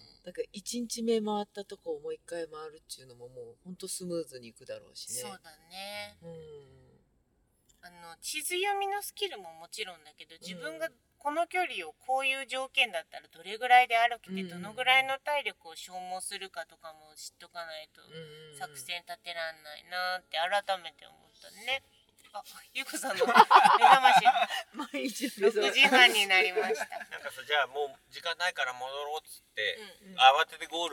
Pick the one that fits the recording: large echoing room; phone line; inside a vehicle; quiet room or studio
inside a vehicle